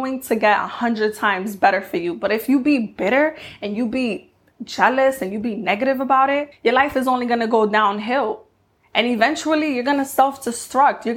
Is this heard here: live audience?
no